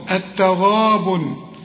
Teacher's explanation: يوم يجمعكم، كل جيم في القرآن عليها سكون قلقلها، يجمعكم ليوم الجمع، والجيم في القرآن لازم تعطش، الجمع، ذلك يوم التغابن، يوم مرققة، التغابن الغين هنا بالمد بتاعها مفخم